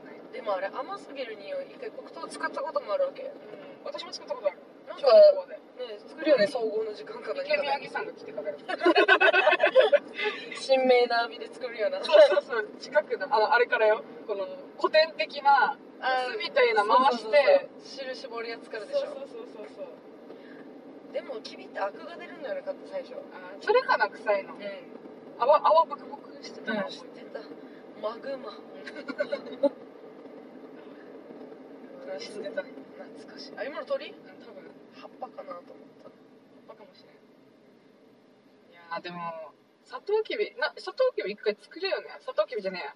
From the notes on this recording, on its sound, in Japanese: ドライブ恩納村編。ふらふらとたどり着いた恩納村での。ドライブ収録続きです。